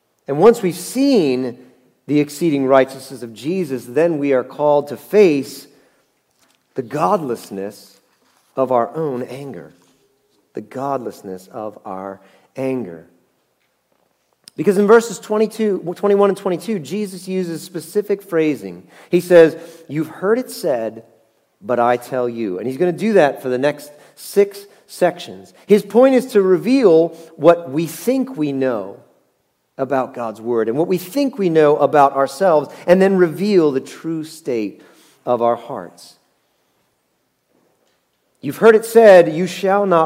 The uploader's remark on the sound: Message Preached at Valley Creek Church